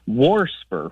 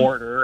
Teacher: like WARTER, and so I hear that extra R get added occasionally · Term: R insertion